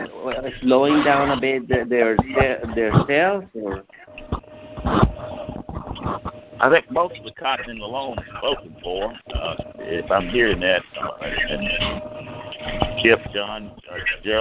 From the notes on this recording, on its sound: Monthly Conference Call.